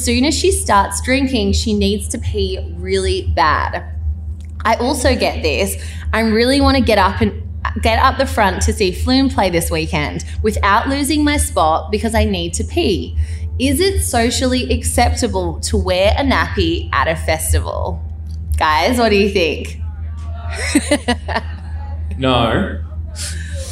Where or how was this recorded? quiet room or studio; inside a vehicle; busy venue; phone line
busy venue